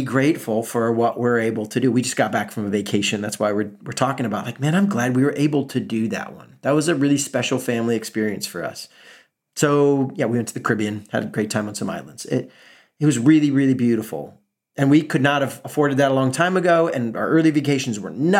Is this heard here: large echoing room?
no